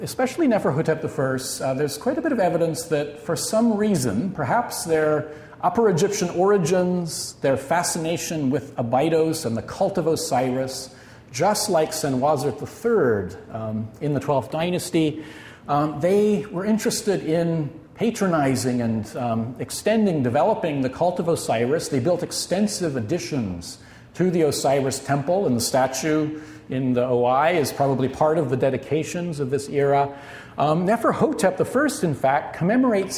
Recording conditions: live audience